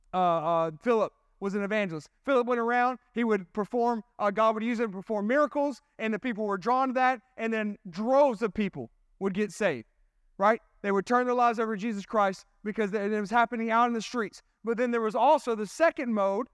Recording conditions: large echoing room